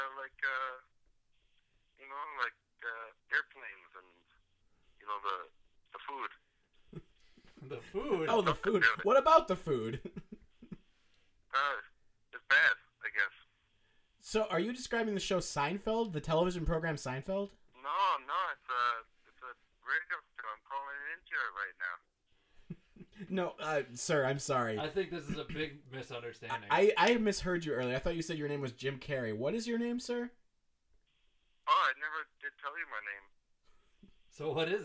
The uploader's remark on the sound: This week is a very special call-in episode. Talk to some very interesting people on the phone!